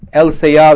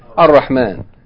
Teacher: the Lam is not pronounced, but rather the Harf Shamsi is doubled with Shadda · Shown in: second take · Term: merged by Idgham